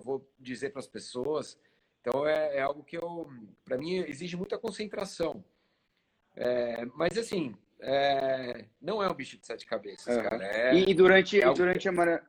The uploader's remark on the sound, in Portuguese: durante uma Live em nosso Instagram